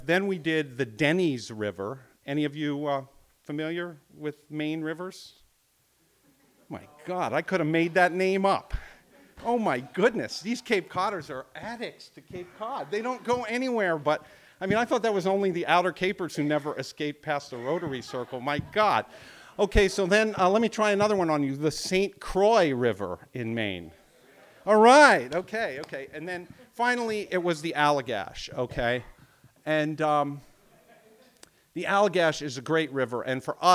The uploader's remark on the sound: Recorded live on July 27, 2014 at Preservation Hall in Wellfleet, Massachusetts.